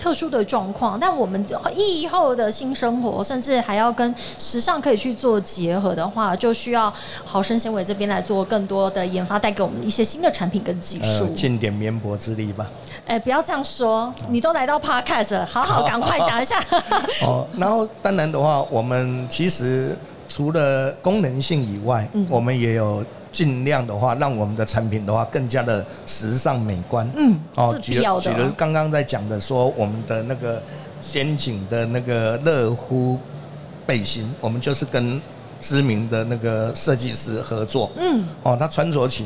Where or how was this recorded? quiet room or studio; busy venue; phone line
busy venue